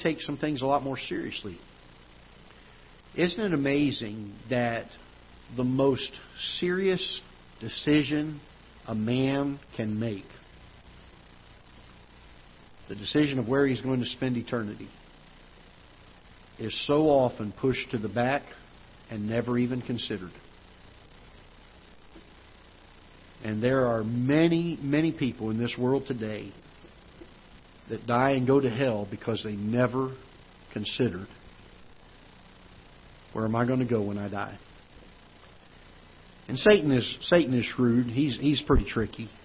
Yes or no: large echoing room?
yes